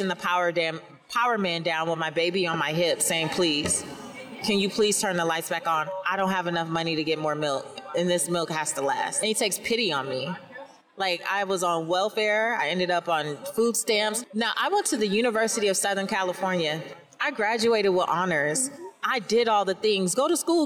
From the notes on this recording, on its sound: Coming to you live from FinCon 2022